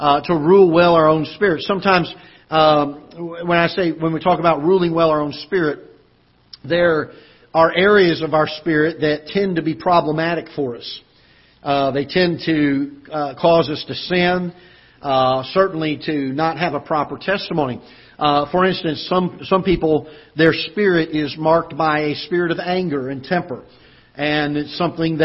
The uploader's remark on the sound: Ketha Heights Baptist Church ~ Live Broadcast